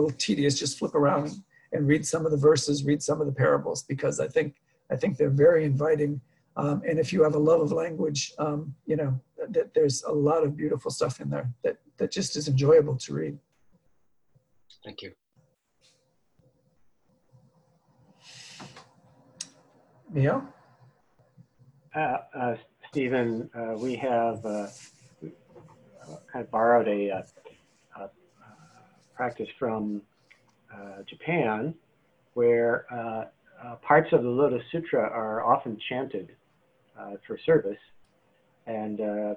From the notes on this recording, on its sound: Dharma talk via Zoom